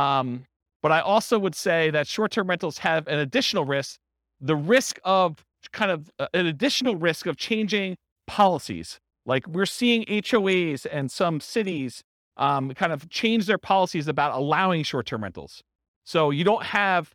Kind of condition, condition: setting, live audience